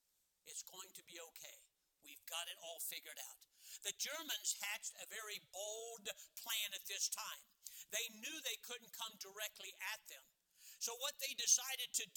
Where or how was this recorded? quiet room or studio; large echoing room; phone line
large echoing room